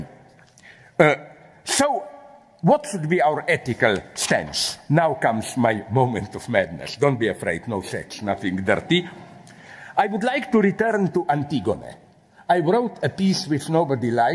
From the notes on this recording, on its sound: Inauguration of the Käte Hamburger Centre for Apocalyptic and Post-Apocalyptic Studies on 14 October 2021 with the Inaugural Lecture